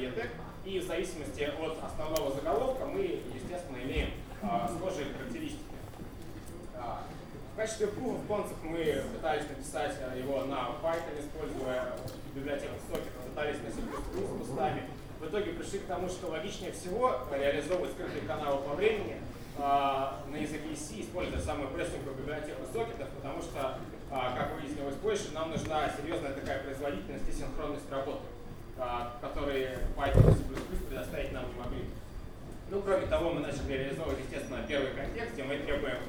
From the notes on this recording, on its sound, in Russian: ZeroNights 2014 и «Открытая безопасность» представляют аудиозапись докладов с конференции. День 2, Workshop 1, FastTrack.